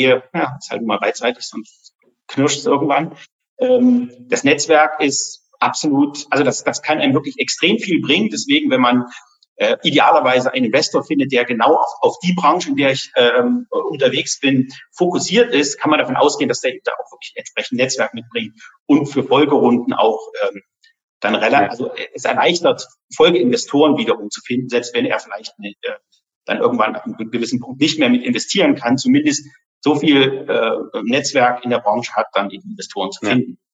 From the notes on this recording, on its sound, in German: Die Podcast-Folge ist ein Mitschnitt unseres Webinars auf unserer Plattform Top 50 Start-ups